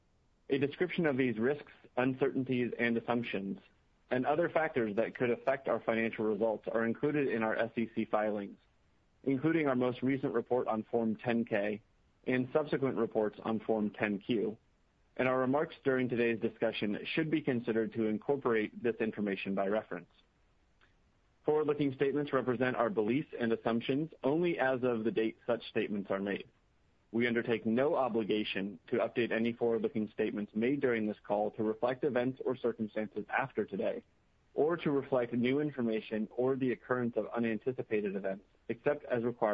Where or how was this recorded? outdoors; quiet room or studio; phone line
phone line